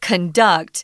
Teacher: So if it's the verb, it has to be conduct. So the emphasis is on duct, conduct, uh, whereas the noun is conduct.